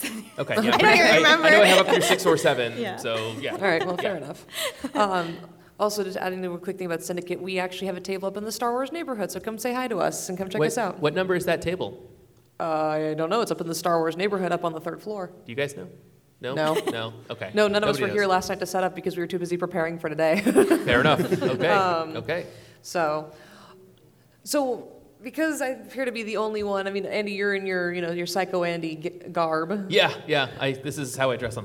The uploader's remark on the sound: Phoenix Fan Fusion LIVE. Live from Phoenix Fan Fusion 2019!